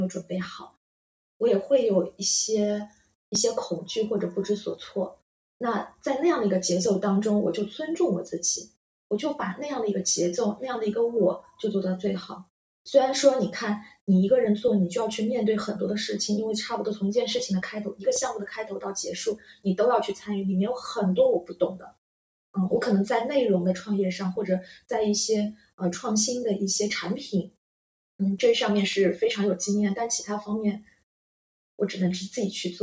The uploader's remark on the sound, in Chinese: 這集錄音時發生點意外，聲音不太好，後期努力調整了，但還是不太行。